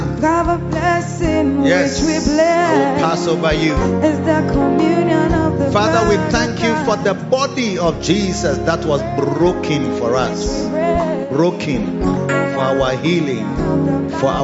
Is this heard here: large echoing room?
yes